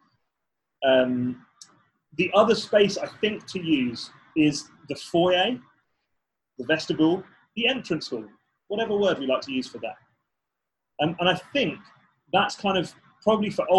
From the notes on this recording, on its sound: Zoom Seminar. A new intro has been added (as it was missed off the original) and capturing all the questions that were asked on the night.